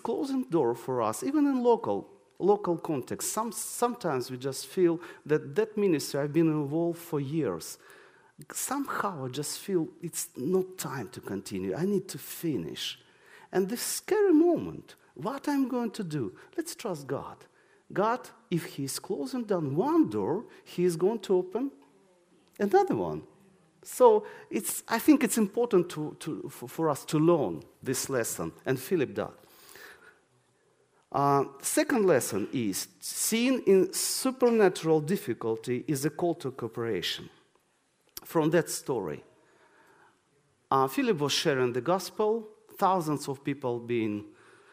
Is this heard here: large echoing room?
yes